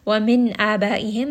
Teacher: Noon sakin is said very clearly because there is a noon sakin or tanween followed by one of the throat letters, which is hamza. So I am going to make sure that I say that noon very clearly.